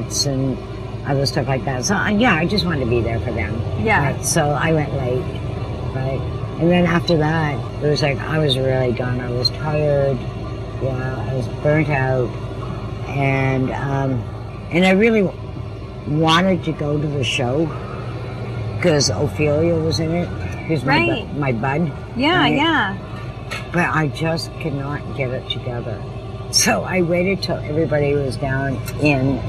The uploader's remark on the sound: We are actually sitting outside and it sounds like we are sitting outside.